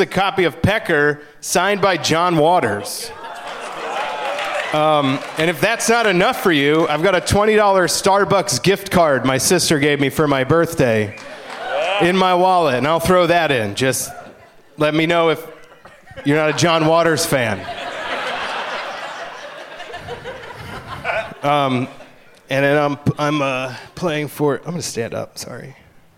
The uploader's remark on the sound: Live from the Gramercy Theatre in New York City